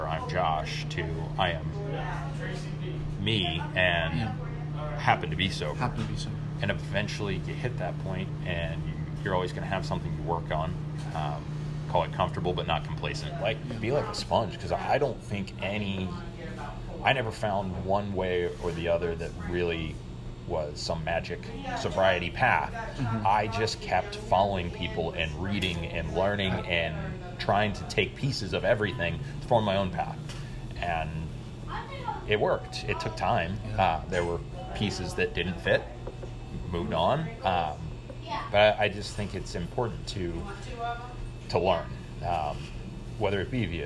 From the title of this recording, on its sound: Interview on location at "Jolly Pirate Donuts"